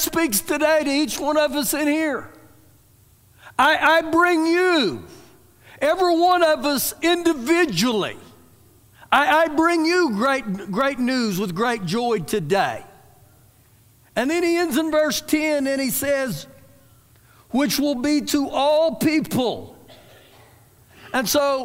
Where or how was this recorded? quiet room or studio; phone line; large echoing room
large echoing room